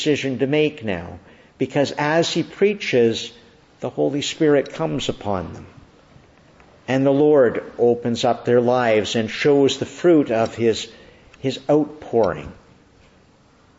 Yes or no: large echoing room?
yes